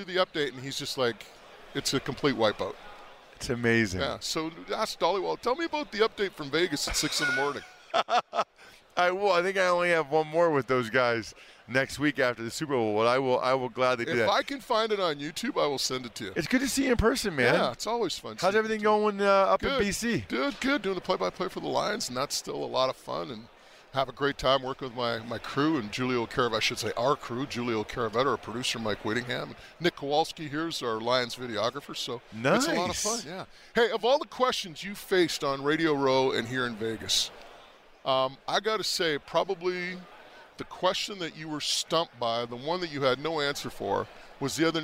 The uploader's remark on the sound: from Super Bowl 58 in Las Vegas - Day 3